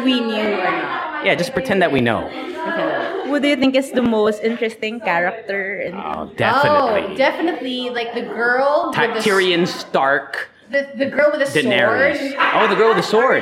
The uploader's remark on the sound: THHS LIVE! at the 1C Coffee Amphitheater. Our first ever Leche Fan meetup, recorded at 1C coffee. Recorded using the ELGATO WAVE 1 Microphones.